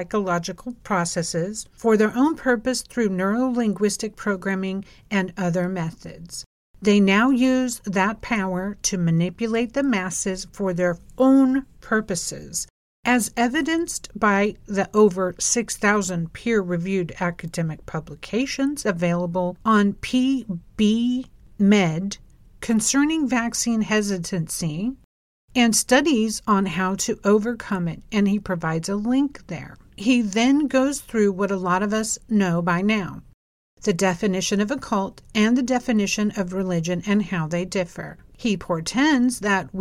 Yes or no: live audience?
no